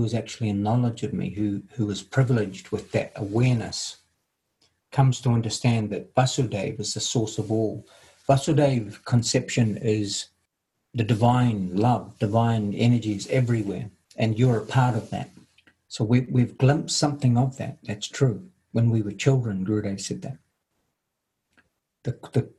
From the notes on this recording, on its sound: Latest Zoom meeting.